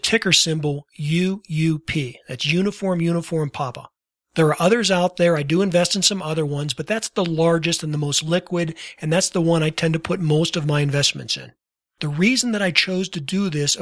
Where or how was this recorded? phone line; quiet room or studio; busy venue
quiet room or studio